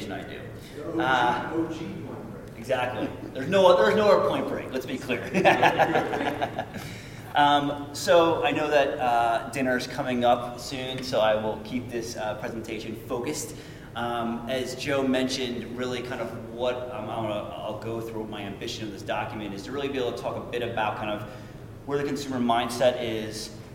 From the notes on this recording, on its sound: This episode is the audio from a presentation. Given at ECRM's Innovative Technology Program in Chicago.